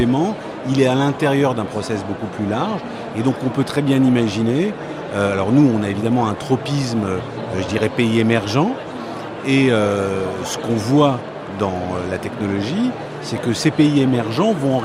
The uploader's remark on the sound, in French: en direct de Viva Tech